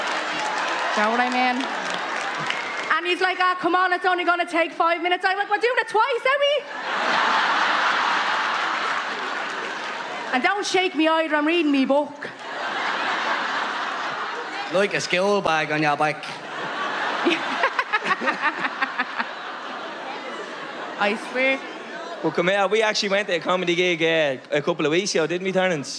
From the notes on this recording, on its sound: After our shows at the National Stadium we decided to go back to the archives and bring you some of our favourite bits from our live shows, going right back to the start.